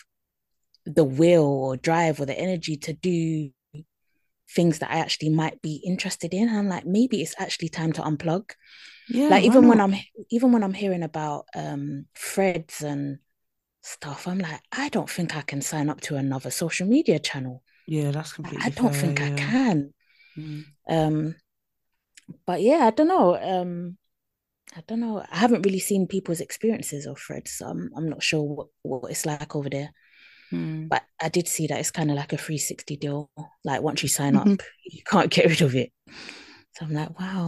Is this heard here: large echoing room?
no